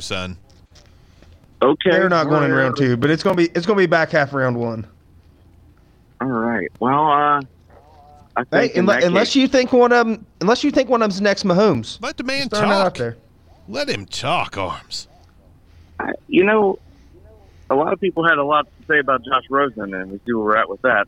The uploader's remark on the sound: We ask some longtime listeners to call